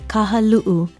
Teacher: Be sure to sound the glottal stop, or okina, as we call it in Hawaiian.